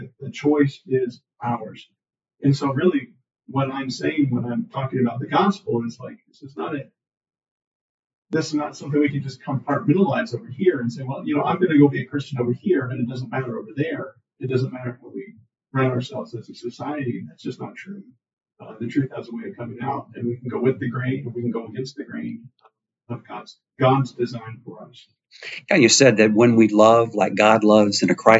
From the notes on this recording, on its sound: There were some audio issues when recording this episode